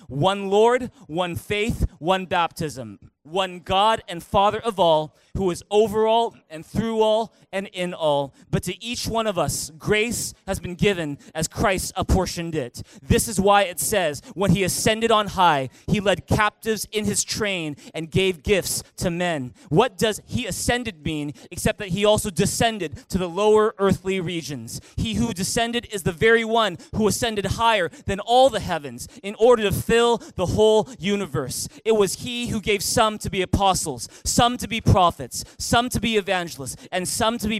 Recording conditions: large echoing room